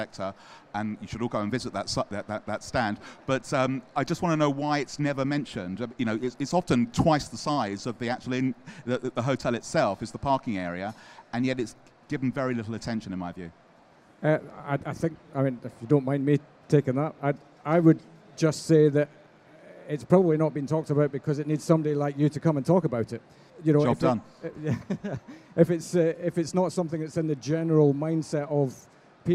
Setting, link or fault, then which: setting, live audience